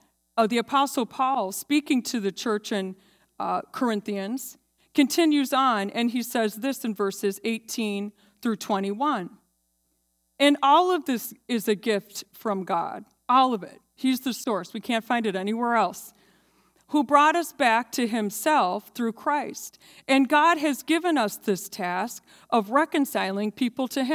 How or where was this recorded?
large echoing room